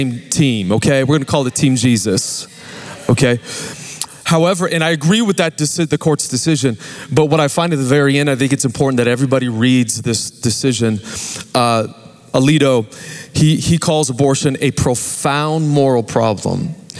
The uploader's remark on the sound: Recorded Live at Capital Church in Meridian, Idaho